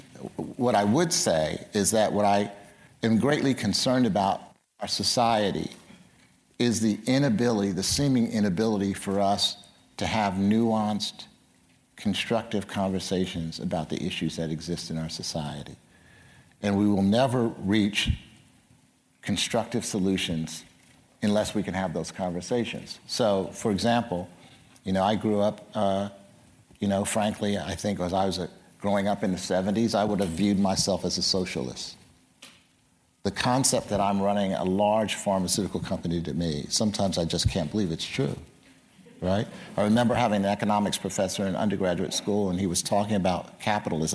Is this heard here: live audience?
yes